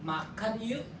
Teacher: the ke sound is omitted. Makan yuk, not makan yuk.